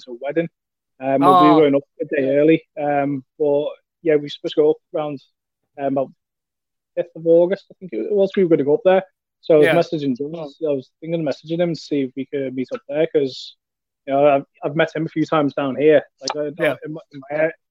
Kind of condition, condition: link, video call